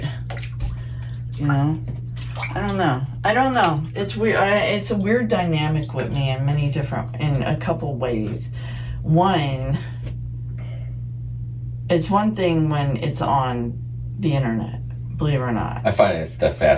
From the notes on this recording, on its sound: A Tub Of Hot Water In Cape May. This one is a little funky, you’re gonna hear some wacky stuff here, like a lot of gurgling noises.